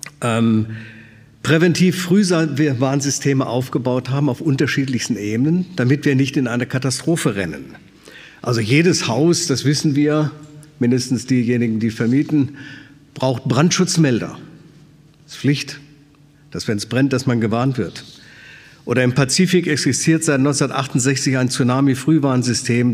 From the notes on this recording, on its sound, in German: aus dem Schwarzbrot-Gottesdienst der Missionsberg-Gemeinde